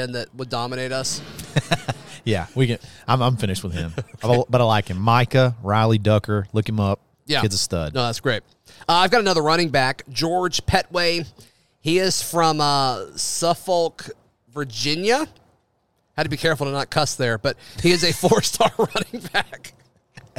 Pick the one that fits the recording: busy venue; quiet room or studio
busy venue